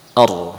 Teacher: Namun terkadang pada saat-saat tertentu huruf lam dan ra ya bisa menjadi tebal, ya. Misalkan huruf ra yang sukun sebelumnya fathah ar, tebal